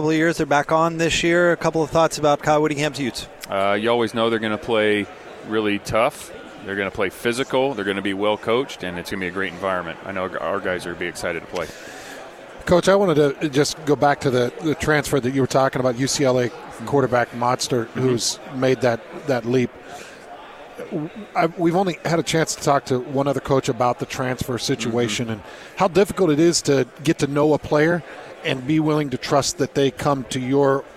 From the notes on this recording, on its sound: live from Pac-12 Media Day